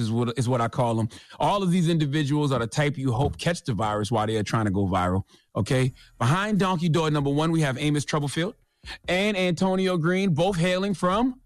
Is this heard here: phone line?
yes